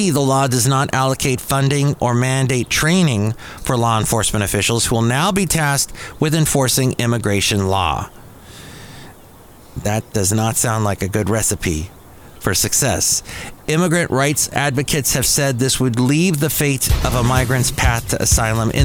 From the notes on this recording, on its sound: podcasts live from Café Anyway